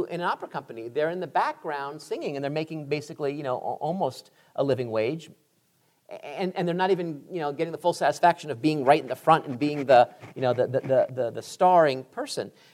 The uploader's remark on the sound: "Higher Ed" took the show on the road earlier this year and taped a few podcast episodes in front of an audience at Southwestern University in Georgetown, Texas.